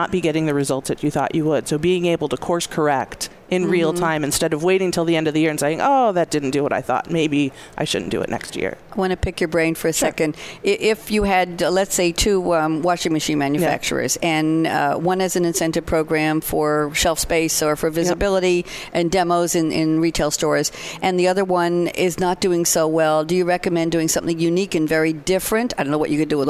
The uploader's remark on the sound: live at SAPPHIRE NOW 2017